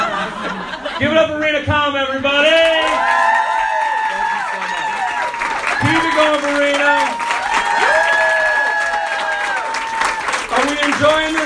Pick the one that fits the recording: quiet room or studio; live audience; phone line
live audience